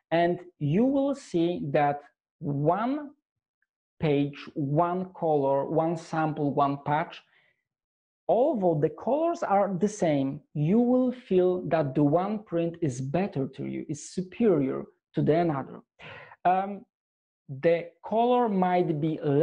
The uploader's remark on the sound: Shares his passion with the Dscoop audience in this enlightening webinar.